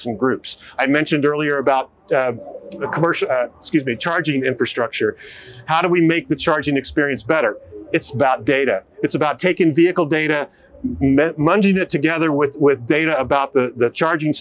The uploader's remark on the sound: Filmed live at CES2024